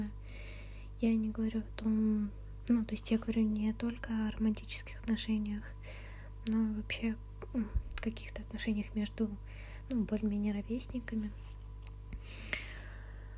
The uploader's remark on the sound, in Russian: Вышло очень тихо и с кучей шумов. Подкрутите звук немного погромче.